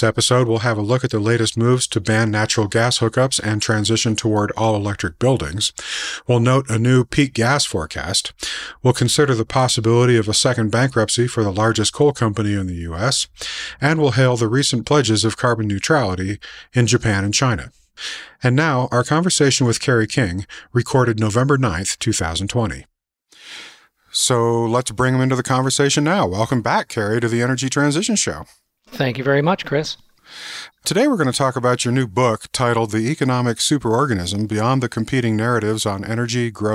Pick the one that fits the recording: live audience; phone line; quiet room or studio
quiet room or studio